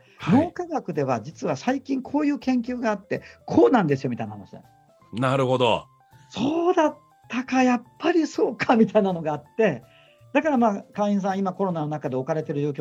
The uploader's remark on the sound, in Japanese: スタジオではなくZOOMを使って遠隔収録となりました。少し音のバランスが悪いですがご容赦下さい。